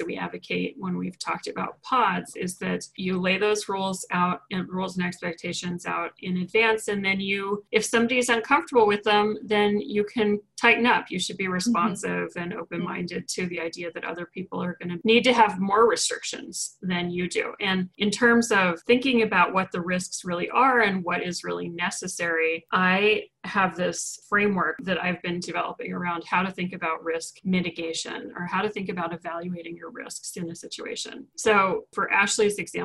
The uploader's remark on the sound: Over zoom!